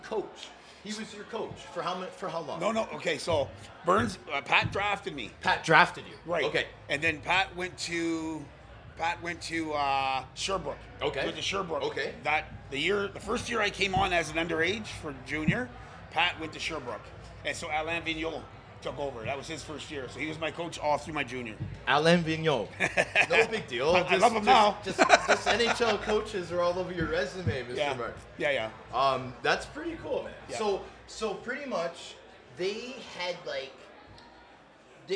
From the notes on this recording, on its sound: Live taping at The Locker Room Studio at Bottomline Sports Bar